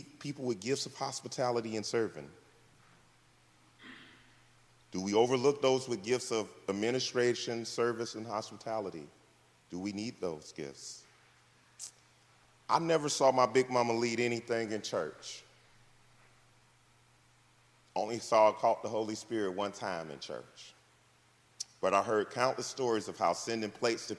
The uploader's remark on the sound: This message was delivered on February 11th 2024 at New City Fellowship West End in St. Louis, MO.